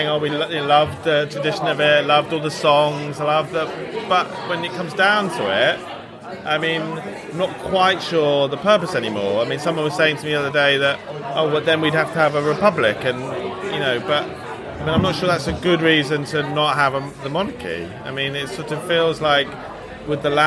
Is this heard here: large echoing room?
no